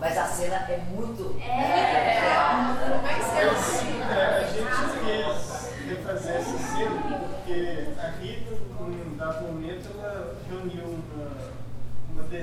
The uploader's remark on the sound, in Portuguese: Tivemos problemas com a captura desse áudio.